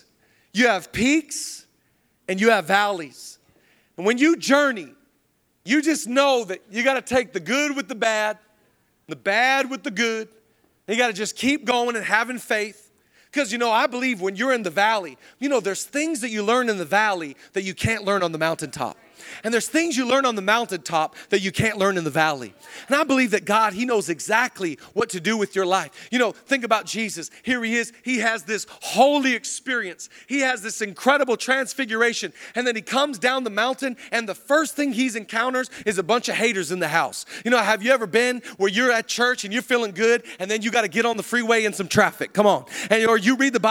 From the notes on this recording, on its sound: Zoe Church LA. Live from the El Rey Theater.